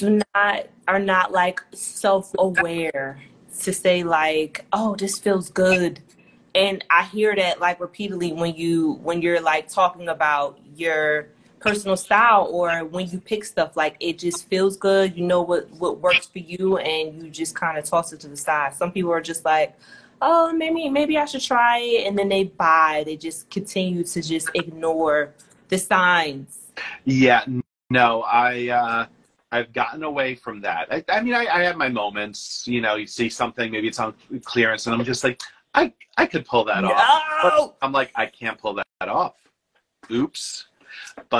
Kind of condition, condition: link, video call